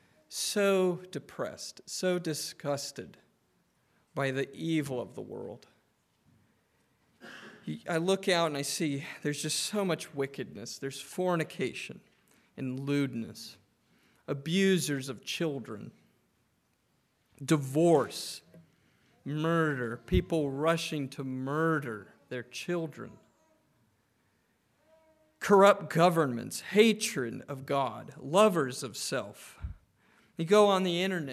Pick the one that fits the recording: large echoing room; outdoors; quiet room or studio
large echoing room